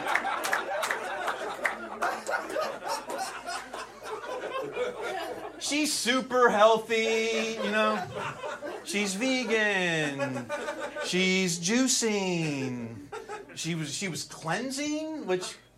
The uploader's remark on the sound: Recorded at Flappers Comedy Club in Burbank, CA